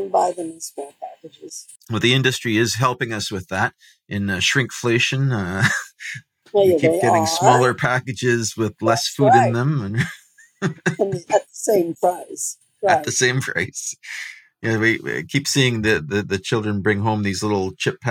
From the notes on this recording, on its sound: My apologies for the sound quality in this one.